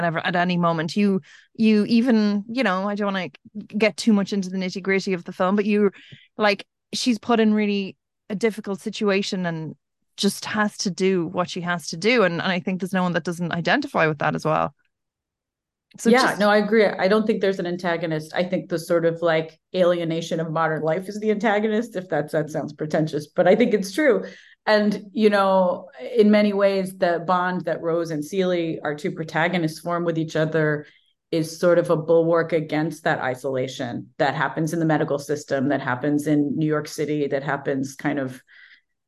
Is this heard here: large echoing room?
no